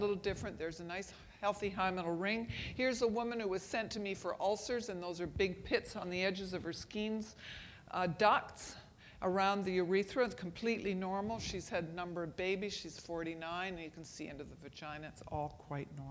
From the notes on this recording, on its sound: Was recorded at the 2013 Summer SDPA Conference in St. Louis.